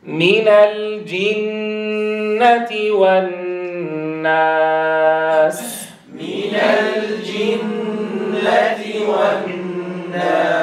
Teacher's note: لاحظوا الواو العاطفة انتبهوا إليها لابد من ضم الشفتين عندها